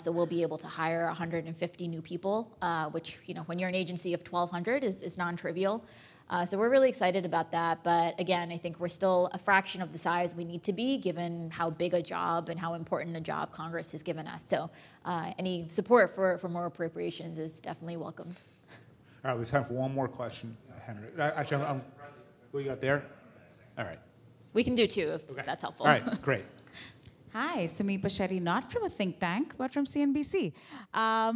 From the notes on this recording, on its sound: In front of a live audience at P&T Knitwear.